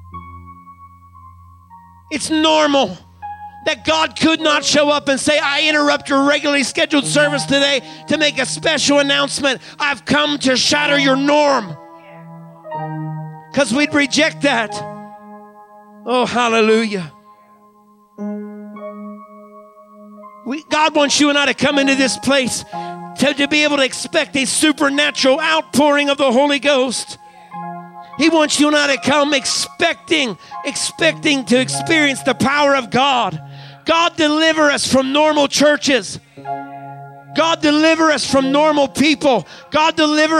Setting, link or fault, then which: setting, live audience